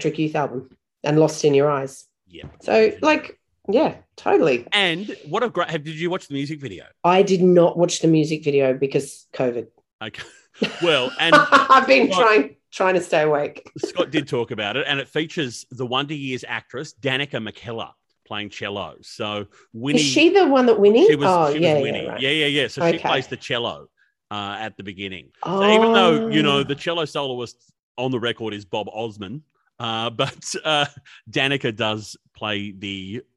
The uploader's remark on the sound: the sound is not as good, due to COVID we had to record on Zoom this time!